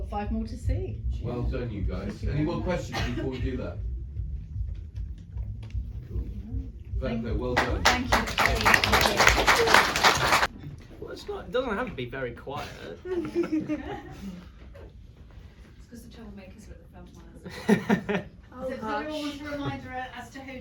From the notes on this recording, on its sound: the Q&A sessions from our Kandu Arts Reel Cinema film festival, that took place last Friday in Reel Cinema Chippenham